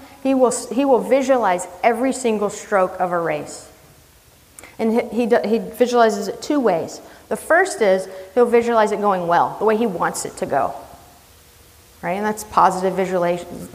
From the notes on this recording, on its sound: This is a recording of a talk. At the Wisconsin EMS Conference in January 2018.